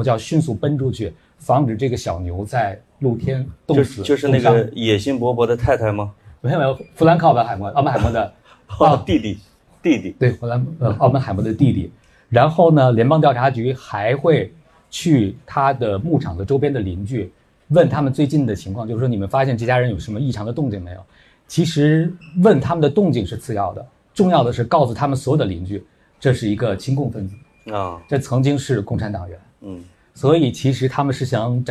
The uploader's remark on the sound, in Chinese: 跑题大会现场版。本期节目在线下活动录制，所以会有一些杂音。同时在 64 分钟后为答读者问环节。因收音问题，提问声音很小。